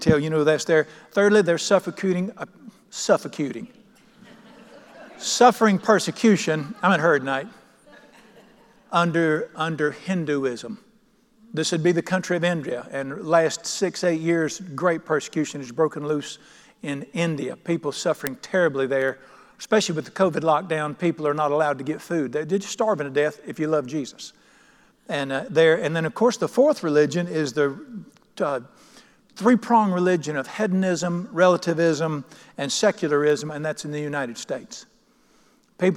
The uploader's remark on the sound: at The Lamb's Chapel, Burlington, NC.